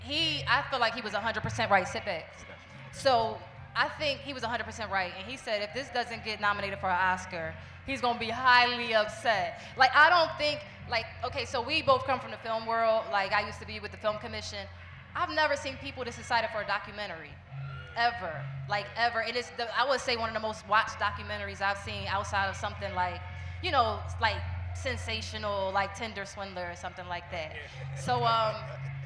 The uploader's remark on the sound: We brought some of the biggest disruptors in film to the stage for our Roots Picnic live podcast set.